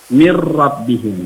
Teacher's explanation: Maka cara bacanya bukan min robbihim, tapi langsung ditasydidkan. mir rabbihim, dan itu jangan didengungkan.